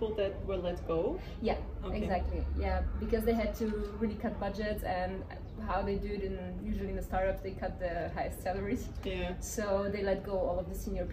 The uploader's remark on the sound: We've recorded this session back in May while I was travelling in Barcelona. It's one of the early recordings where I had no idea about sound. This is probably the worst sound quality because we started recording outside (rookie mistake, I know) but it'll give you some nice background noise of people coming home on an afternoon in Barcelona.